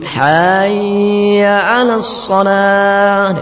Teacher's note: Berikutnya memanjangkan ha, memanjangkan ha sehingga menjadi hayya 'alas shalah.